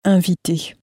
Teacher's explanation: make sure to pronounce the IN on invitation or invited in French as a sort of an un sound